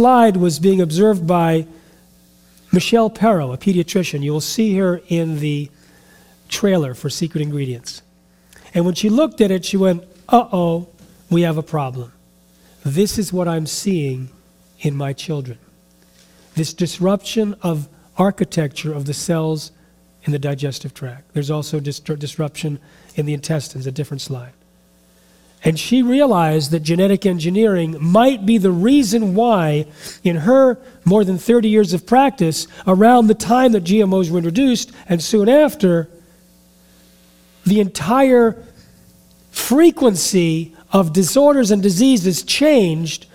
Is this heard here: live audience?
yes